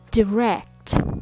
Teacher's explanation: So the rhythm goes ta ta, direct, instead of tada direct. The stress is on rect. So the first syllable, die, is reduced or becomes weaker and shorter. It sounds like d, d, direct.